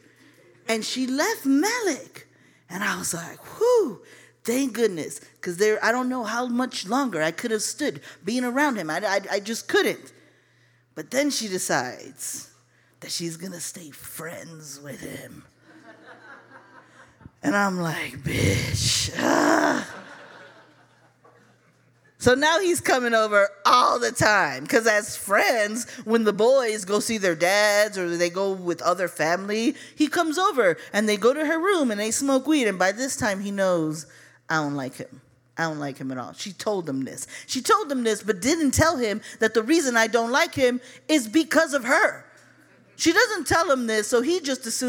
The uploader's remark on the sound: CHIRP Radio’s Live Lit and Music series, ‘The First Time’, is unlike any storytelling show in Chicago. This unique structure allows the story to resonate with audience members as they experience the accompanying song covered by our house band, live at Martyrs in Chicago's North Center neighborhood.